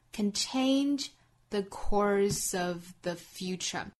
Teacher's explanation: course 后面的 se 读清辅音